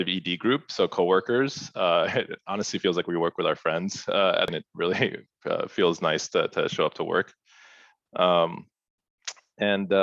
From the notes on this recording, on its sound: This episode of the Physician Grind was recorded in our first ever Virtual Open Mic